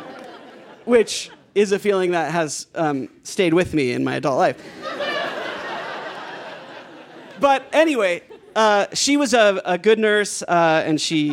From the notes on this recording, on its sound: He told this story live at our 9th anniversary show on 20 March 2019 at Buntport Theater.